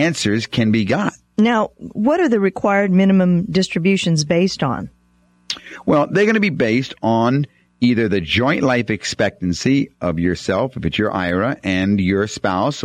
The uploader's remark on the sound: Financial planning call-in show.